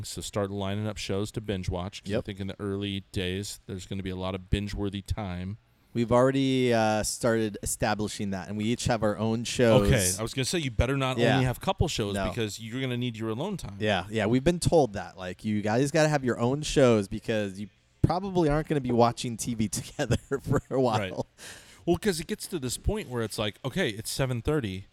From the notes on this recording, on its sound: the guys reunited at Alesmith